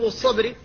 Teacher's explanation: فالباء ساكنة بعد المستعلي المطبق، فلا بد من الحفاظ على ترقيقها